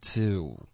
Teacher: Too,不要发 T, OK,不要爆出来，然后要圆一点的这个滑动